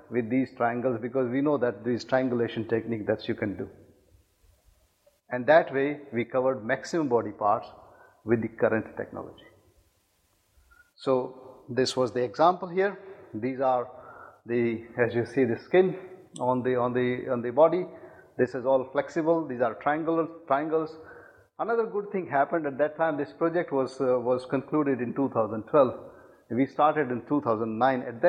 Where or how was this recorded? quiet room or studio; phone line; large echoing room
large echoing room